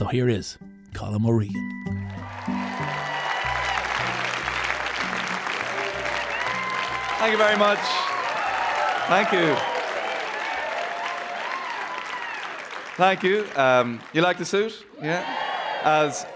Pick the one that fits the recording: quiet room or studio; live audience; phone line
live audience